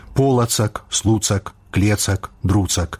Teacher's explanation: па-беларуску ў назоўным склоне вымаўляецца, а ў Тарашкевіцы і пішацца з устаўным галосным «а» дзеля зручнасці і мілагучнасці.